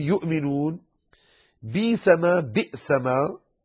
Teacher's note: إن حرف الهمزة يخرج من أقصى الحلق مثل مخرج العين